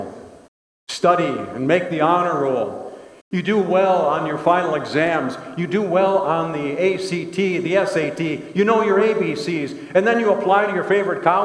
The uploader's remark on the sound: Bethany, Appleton, WI. Preached this sermon at Bethany's Sunday worship.